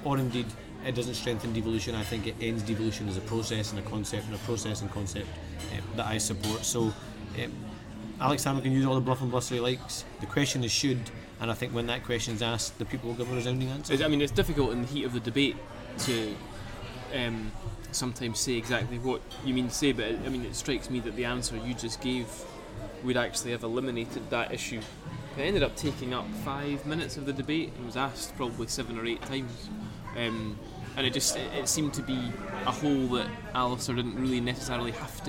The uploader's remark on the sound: Recorded in Hemma in Edinburgh, 7th August 2014.